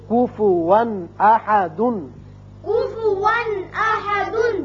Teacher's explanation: یہاں کفواً 2 زبر تنوین ہے، لیکن آگے حمزہ بشکل الف آ گیا جو کہ حروف حلقی میں سے ہے، لہذا یہاں اظہار حلقی ہوگا